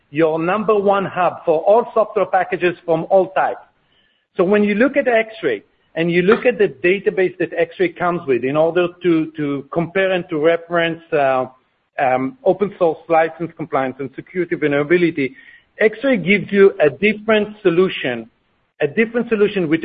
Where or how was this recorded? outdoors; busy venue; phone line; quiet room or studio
phone line